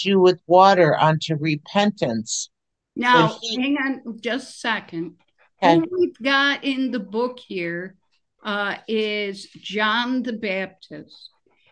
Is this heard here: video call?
yes